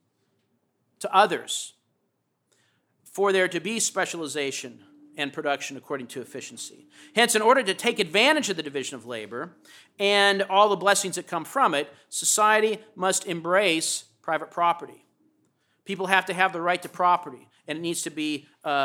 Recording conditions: large echoing room